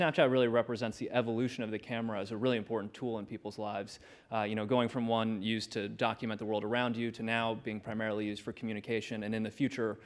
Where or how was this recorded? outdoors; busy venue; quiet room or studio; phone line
busy venue